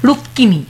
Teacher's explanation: কটাকে ডাবল উচ্চারণ করছি, প্রমিত ভাষায় আমরা একটা হালকা অনুনাসিক টাচ দিচ্ছি।